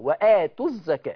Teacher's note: يبقى الواو الماديه بتحذف اذا التقت بساكن اخر في كلمه اخرى